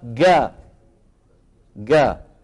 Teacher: قلبها جا جا، نفس الصوت اللي بيستعملوه اهل مصر في القاهرة واسكندرية بالجيم